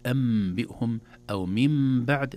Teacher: وكذلك النون الساكنة إذا جاء بعدها باء، مثل كلمة أنبئهم أو من بعد، لا نقول أنبئهم ولا من بعد، تنقلب النون الساكنة ميما